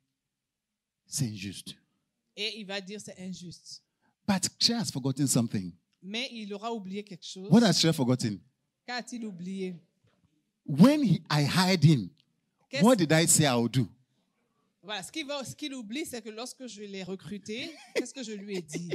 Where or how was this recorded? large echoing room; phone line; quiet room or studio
large echoing room